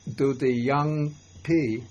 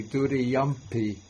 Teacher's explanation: because that ung is followed by the p, it really should be turned, the ung should be turned into a simple m without a dot under it · Shown in: second take · Because that makes it easier to pronounce, because instead of saying Dudi Yung P, it's easier to say Dudi Yum P.